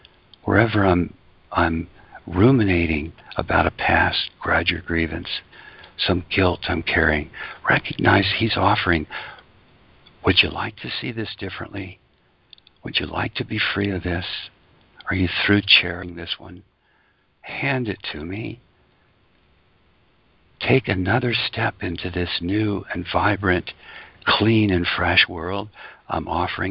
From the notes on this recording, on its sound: ACIM Daily TEXT Conference Call